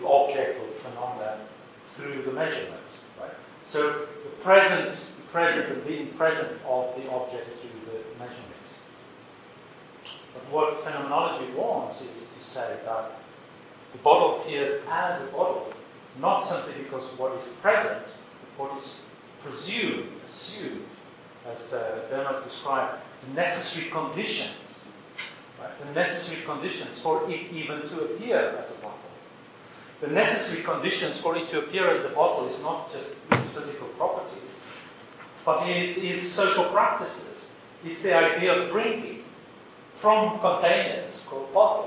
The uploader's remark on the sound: This ‘from the archives’ recording is the first part of the keynote from “ Triangular Conference 2008”. The talk was recorded in-person with a live audience. In the UCD Lochlann Quinn Undergraduate School of Business, Belfield, Dublin, Ireland.